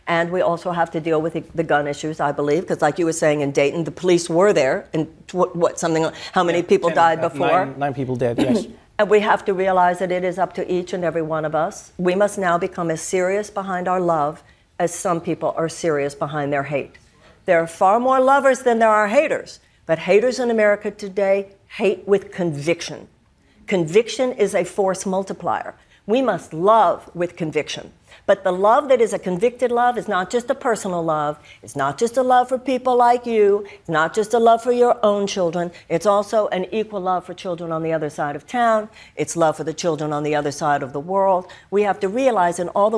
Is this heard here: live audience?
yes